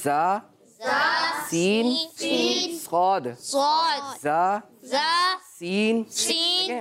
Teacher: میں نے سین پڑھا نا، سیٹی نکلی نا، اسی طرح صاد صاد صاد سیٹی نکلی نا. یہ تین حروف وہ ہیں جن میں سیٹی نکلتی ہے · Term: سیٹی والے حرف